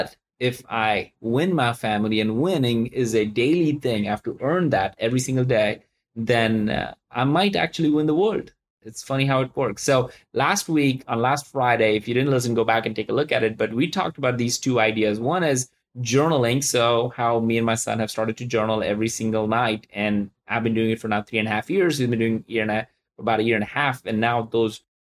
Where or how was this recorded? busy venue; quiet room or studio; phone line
quiet room or studio